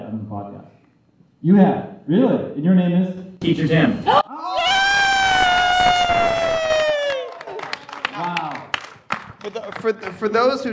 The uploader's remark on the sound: This podcast recorded in front of a live studio audience. We came to a movie theater in "the ELC," (the Cerrito Speakeasy -- thanks guys!).